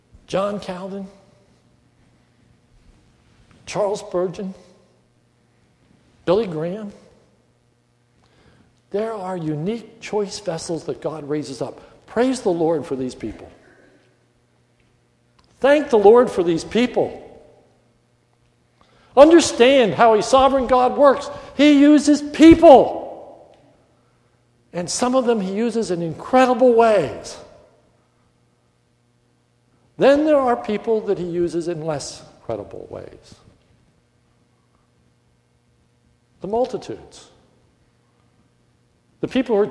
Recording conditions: large echoing room